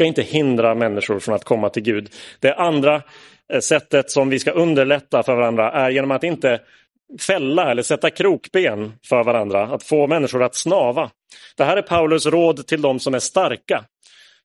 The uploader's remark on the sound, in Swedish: Inspelad i Roseniuskyrkan den 10 juli 2022.